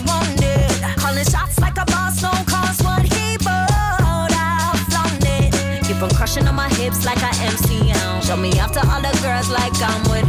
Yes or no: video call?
no